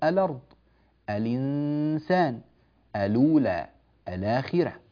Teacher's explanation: إذن حركة الهمز لورش تنتقل للساكن